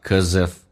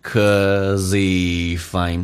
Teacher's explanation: cause 跟 if 有连叫 cause if,用 z 加 if 叫 causeif